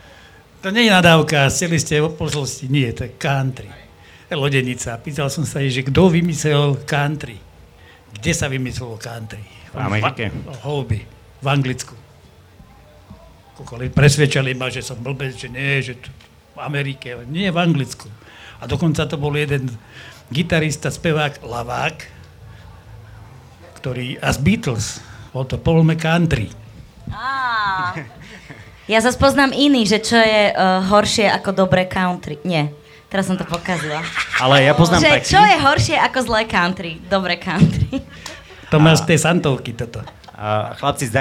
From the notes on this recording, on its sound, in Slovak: Sme nahrali live podcast. Sme si premiérovo v sobotu pripísali live verziu z veľkého pódia. Prinášame vám editovanú verziu nášho festivalového live podcastu.